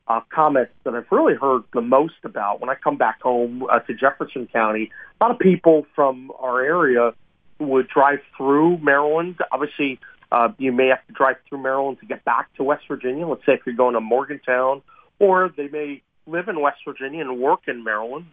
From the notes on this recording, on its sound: joined on the phone